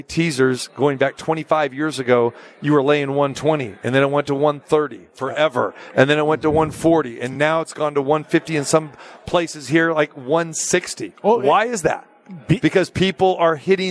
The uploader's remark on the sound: Live from the Super Book at Westgate Las Vegas